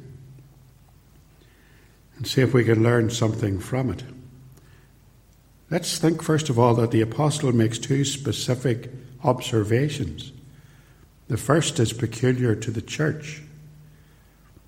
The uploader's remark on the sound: recorded at Templepatrick